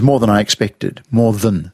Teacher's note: Okay, there are words where the at vowel has become an air, and than is starting to be pronounced then by some people, particularly if it's not stressed